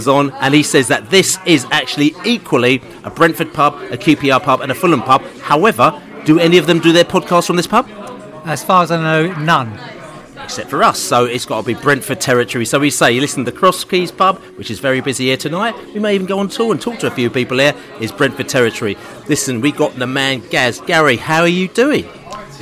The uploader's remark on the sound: Reading pre-match podcast from the pub. A very lively Cross Keys pub in Stamford Brook, Hammersmith.